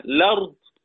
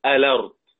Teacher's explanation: إما ببدء باللام مفتوحة لأنه على هذا الوجه اعتدادا بفتحة اللام، فهو لا يحتاج إلى همزة الوصل · Shown in: first take · لأن همزة الوصل كانت موجودة أصل للبدء بالساكن، فلما فتحت اللام لم نعد نحتاجها.